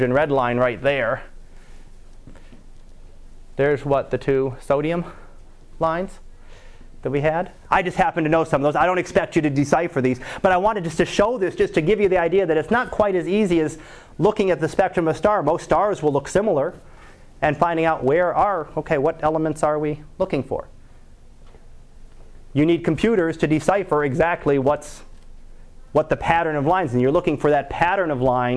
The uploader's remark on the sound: Live Class Lecture